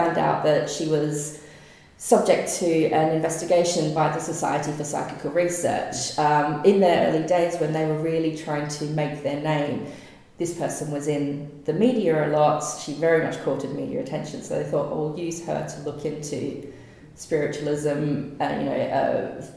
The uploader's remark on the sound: Interviews recorded live at the UK Ghost Story Festival in Derby.